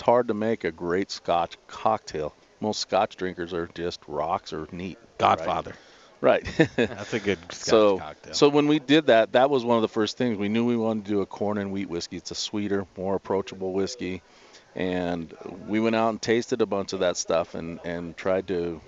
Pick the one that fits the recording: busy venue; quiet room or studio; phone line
busy venue